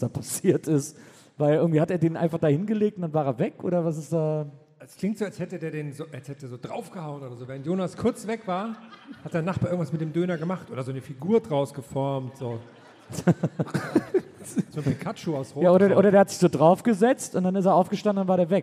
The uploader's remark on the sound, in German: Aufgenommen LIVE in Wiesbaden am 25.10.2021